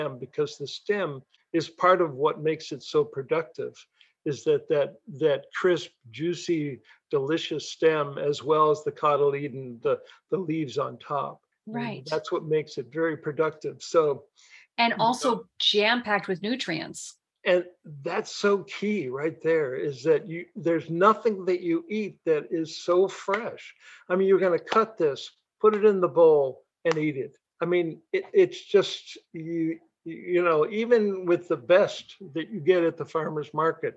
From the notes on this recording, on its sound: A relaxed conversation in a Zoom room with a special guest. They answer questions from the live listening audience.